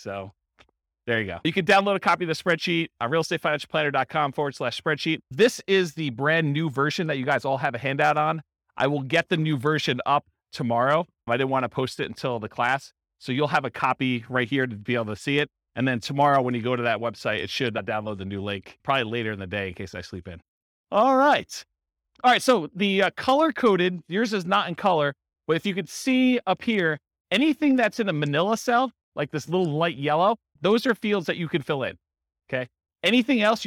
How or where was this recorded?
live audience